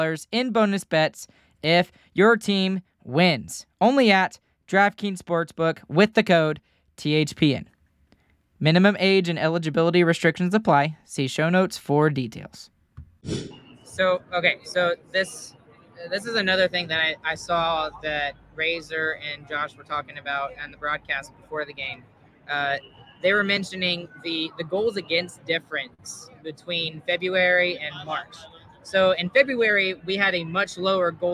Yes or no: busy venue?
yes